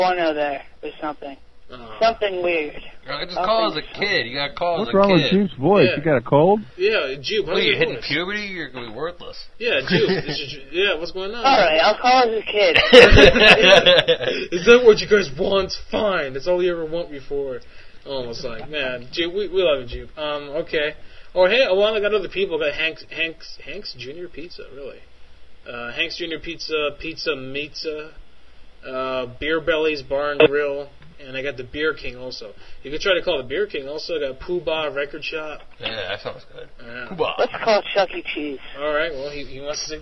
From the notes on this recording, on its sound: Prank Phone Calls